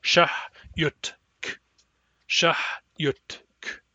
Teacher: Again, we have a consonant cluster, a TK cluster, and the T will be pronounced clearly and completely before we start pronouncing the K. Do not overlap them as you would in English.